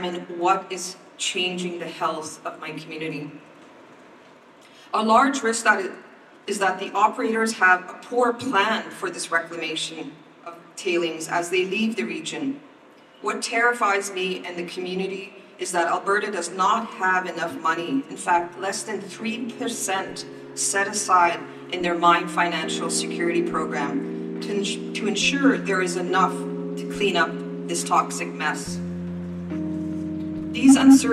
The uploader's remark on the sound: Recorded during the UN Biodiversity Conference in Montreal this past winter. All recorded at a press conference organised by Environmental Defence Canada and Keepers of the Water. The more-than-human voices are the Athabasca river and various animals are recordings from he Yellowstone National Park. Red-winged blackbird, Wilson’s snipe, warbling vireo, bald eagle, western meadow lark, common loon, savannah sparrow, and sandhill crane.